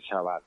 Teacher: pronuncia también la che del español en general, la pronuncia como en francés o en portugués